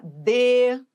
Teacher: Embora o de tenha timbre fechado, ele é tônico.